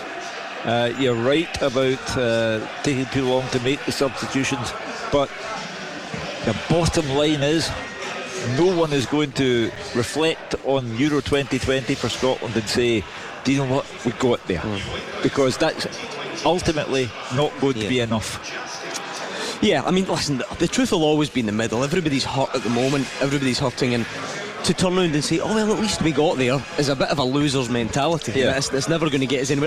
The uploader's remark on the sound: live from Scotland HQ at Drygate Brewery